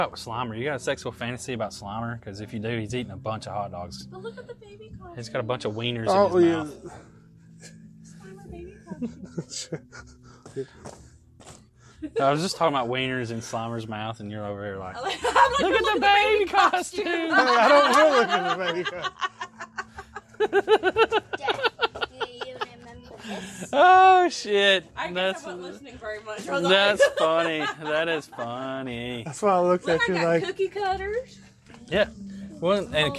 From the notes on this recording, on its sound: We travel to Madison Alabama on location at Nightmare Toys!